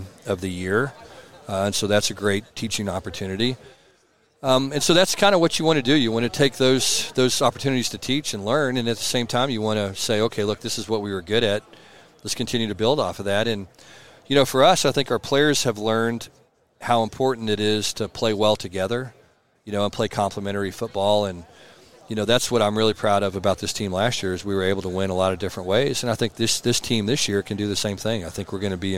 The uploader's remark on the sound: from Big 12 Media Days at AT&T Stadium in Arlington, TX.